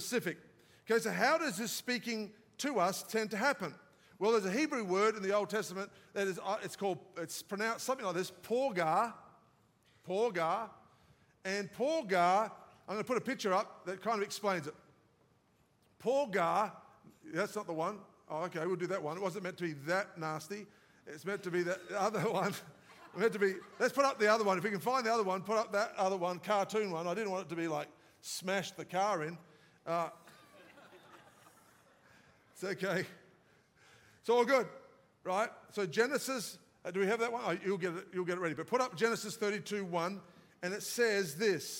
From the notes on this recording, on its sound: live from our 10am service at our Alpharetta campus